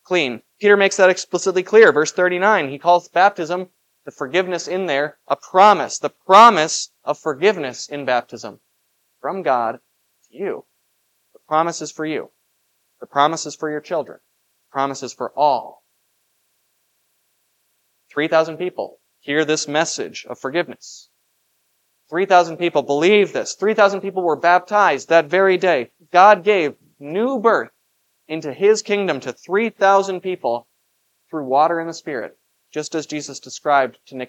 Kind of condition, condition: setting, large echoing room